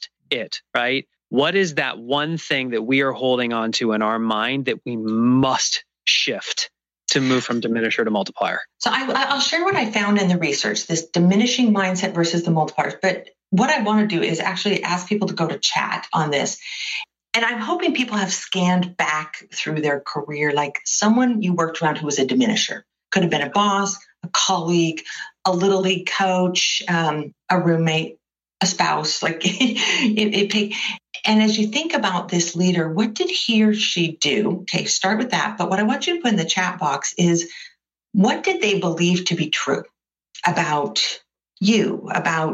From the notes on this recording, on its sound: We recorded this conversation as part of our monthly ONE Thing webinar series.